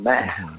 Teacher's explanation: així amb una aspiració final